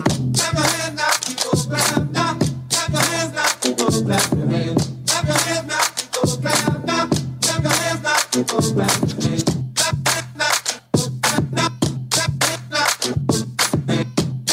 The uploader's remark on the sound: Recorded during the Incite Group's Brand Marketing Summit. Comes to you from Brooklyn, where it was recorded during the Incite Group's Brand Marketing Summit.